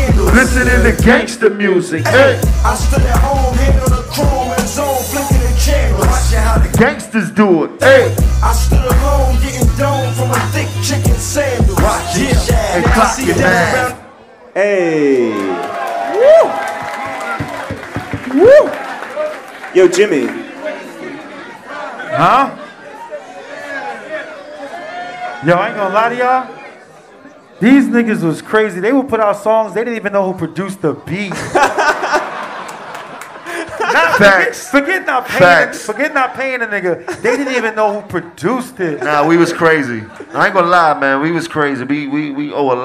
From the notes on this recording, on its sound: Recorded live at Highline Ballroom in NYC.